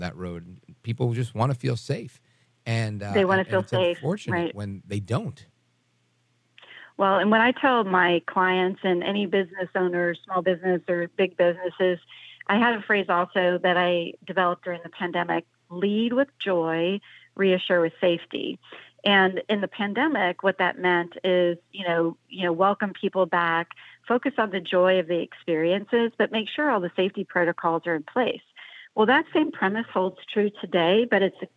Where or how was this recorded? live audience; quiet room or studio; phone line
phone line